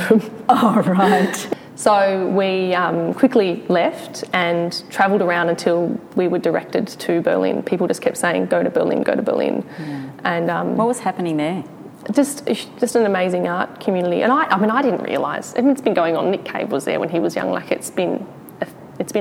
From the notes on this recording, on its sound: Recorded in front of a live audience at Newcastle Art Gallery.